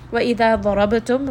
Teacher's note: ra is going to be heavy. Ba has qalqala. We have meem sakin here and the next letter is not ba and it is not meem, therefore it is going to be idhar.